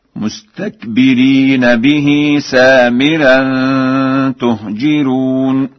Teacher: قرأ ورش: تهجرون بضم التاء وكسر الجيم وترقيق الراء